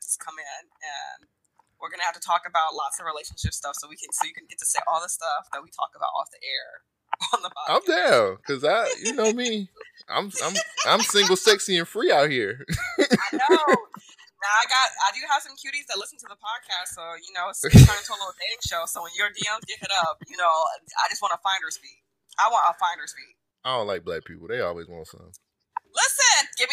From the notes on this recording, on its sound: WARNING THE AUDIO IS OFF BECAUSE OF TECHNICAL DIFFICULTIES